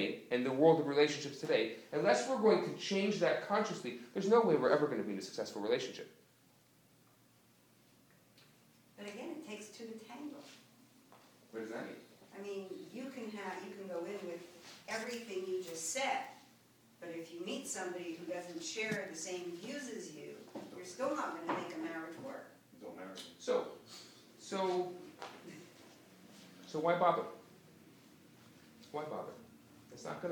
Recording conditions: live audience